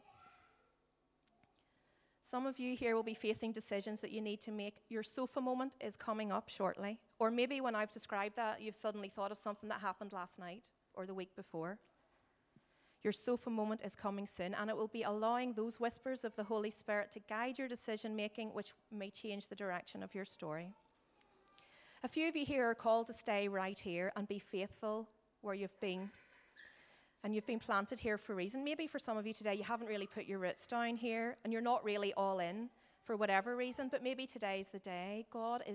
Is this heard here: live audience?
yes